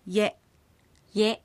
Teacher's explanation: 子音 Y は母音 E が後ろに来たときはイエと発音します